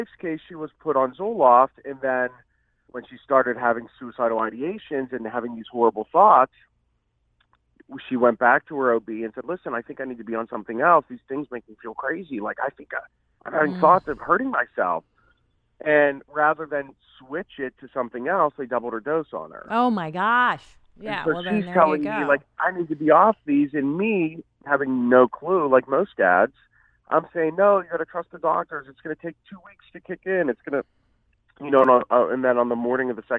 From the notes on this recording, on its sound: has a few guests via phone